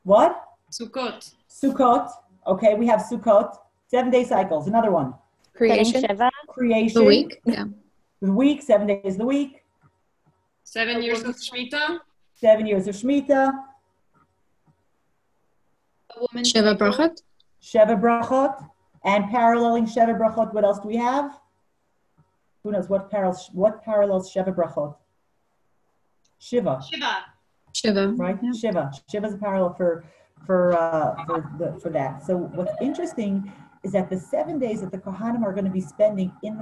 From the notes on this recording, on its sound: Zoom Class.